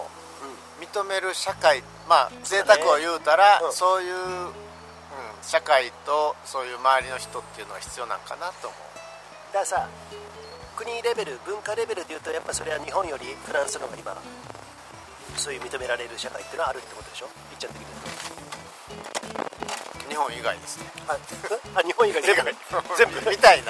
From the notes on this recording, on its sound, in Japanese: 今回は雑音・雑談ひどいので